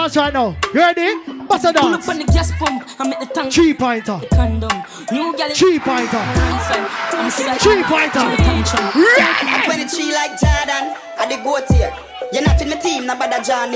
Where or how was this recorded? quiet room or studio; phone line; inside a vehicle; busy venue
busy venue